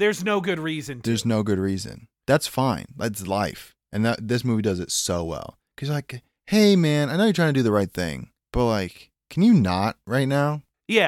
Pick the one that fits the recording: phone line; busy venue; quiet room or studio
quiet room or studio